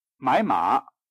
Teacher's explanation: 二声。比如说做买卖的买跟埋葬的埋本来是不同声调的，可是在买马这个句子里就变成同音的，都是第二声了